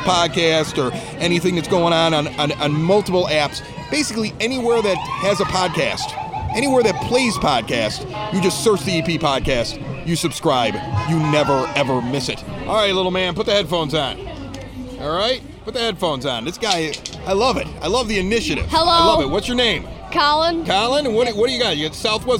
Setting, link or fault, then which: setting, outdoors